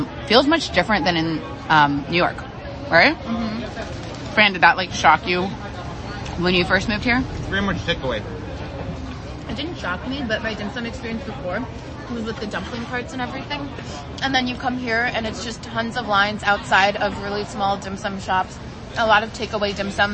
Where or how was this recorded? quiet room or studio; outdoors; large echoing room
outdoors